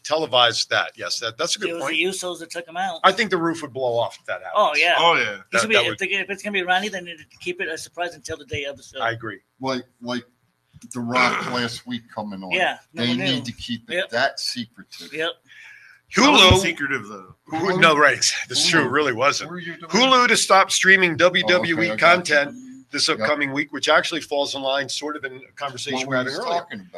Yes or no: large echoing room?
no